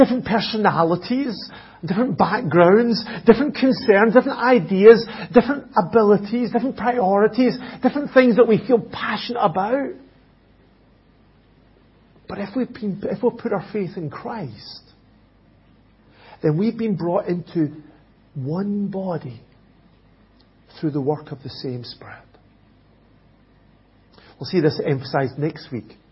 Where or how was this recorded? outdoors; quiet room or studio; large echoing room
large echoing room